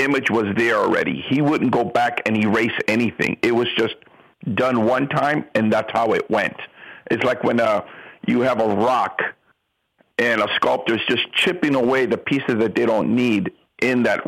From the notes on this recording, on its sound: A conference call interview.